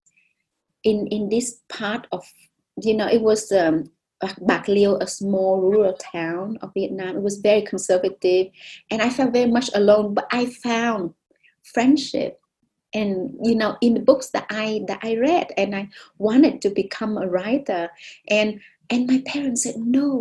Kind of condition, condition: link, video call